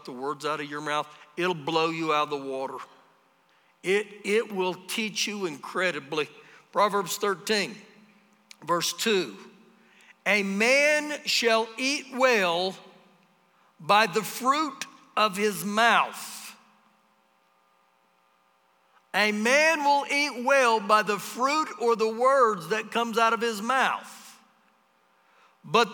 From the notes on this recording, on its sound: Recorded live during our Wednesday night service